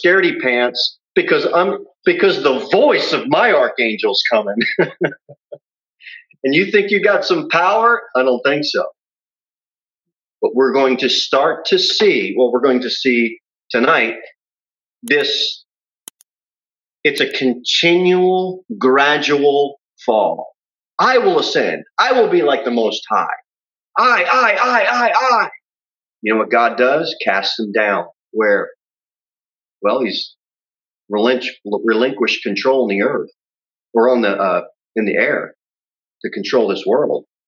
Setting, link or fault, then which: setting, large echoing room